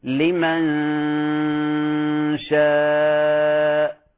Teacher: تحضر مخرج الشين لمن شاء، والغنة شغالة ومخرج الشين شغال · Term: غنة الإخفاء